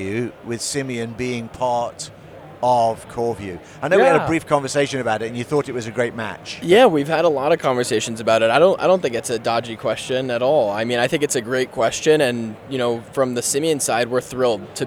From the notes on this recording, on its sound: The boys are in Amsterdam at ESPC23 and bring the spectacle of M365Distilled, live from the CoreView booth! Picture this: a room buzzing with energy, the smell of fresh Stroopwafels in the air.